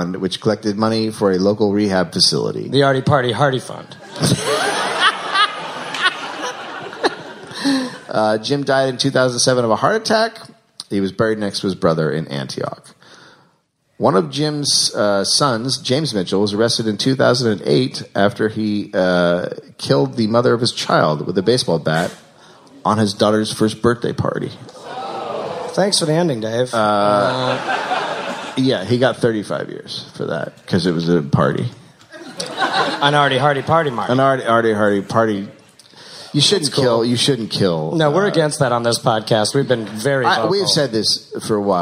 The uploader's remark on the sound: Live in SF